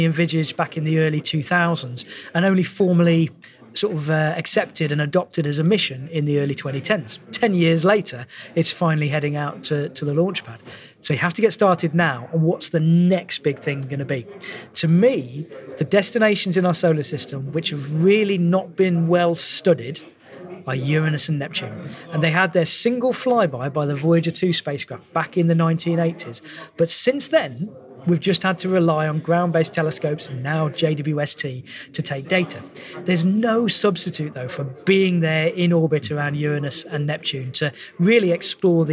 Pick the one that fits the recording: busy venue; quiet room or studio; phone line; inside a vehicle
busy venue